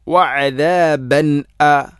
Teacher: തൻവീനു ശേഷം ഹംസ വന്നാൽ അവിടെ മണിക്കാൻ പാടില്ല, ഇളഹാറാണ് ചെയ്യേണ്ടത്, അഥവാ തൻവീനിനെ കൃത്യമായിട്ടും വെളിവാക്കണം.